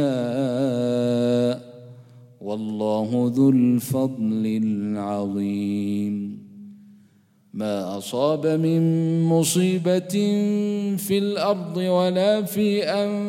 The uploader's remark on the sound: Programme at the Houghton Masjid (West Street)